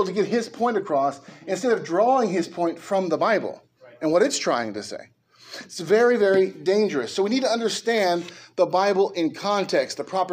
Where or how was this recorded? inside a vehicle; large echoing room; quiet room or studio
large echoing room